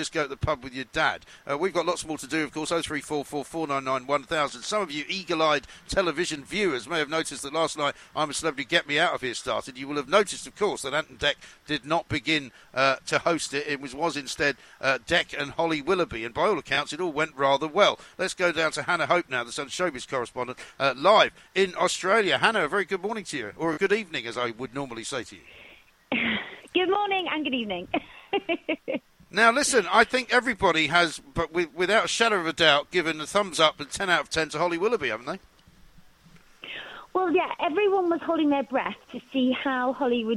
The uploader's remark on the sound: Came live from College Green.